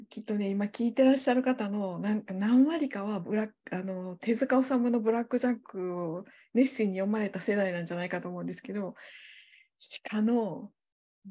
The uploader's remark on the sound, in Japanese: 収録場所： オンライン (Zoom)